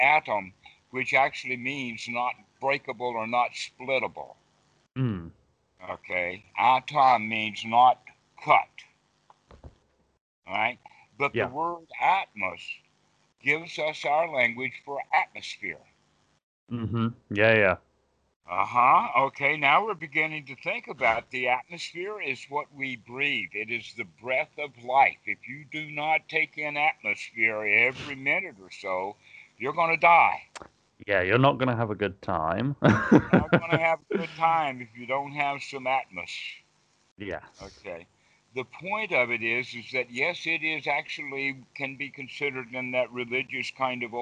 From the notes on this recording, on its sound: skype calls